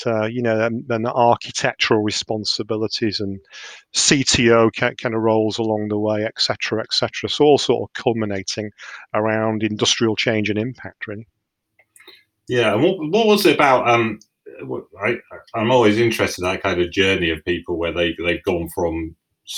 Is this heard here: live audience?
no